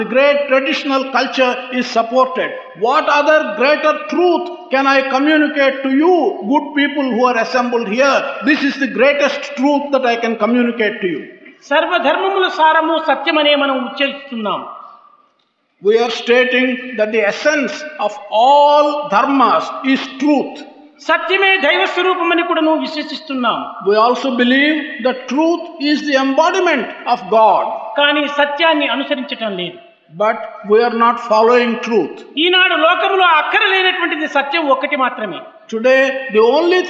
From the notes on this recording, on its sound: during the 2nd World Conference of Sri Sathya Sai Organisations